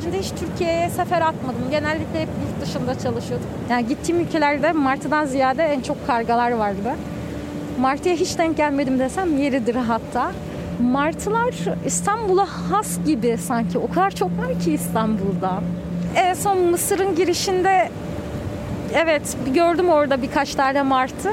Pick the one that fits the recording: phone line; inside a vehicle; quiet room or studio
inside a vehicle